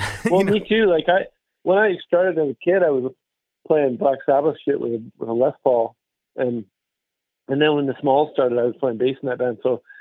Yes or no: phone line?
yes